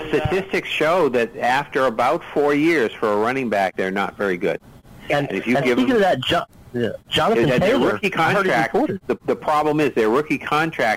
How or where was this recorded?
phone line